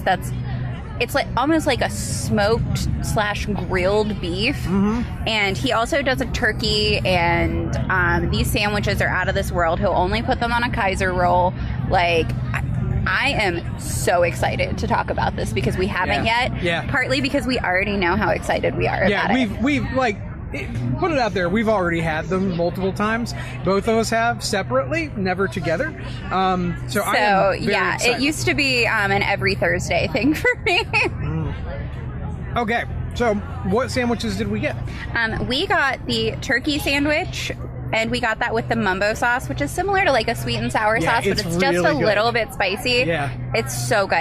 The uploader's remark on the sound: Live At Lurch Fest